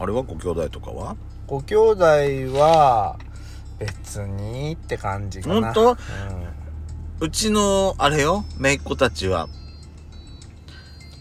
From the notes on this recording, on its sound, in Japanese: パーキング収録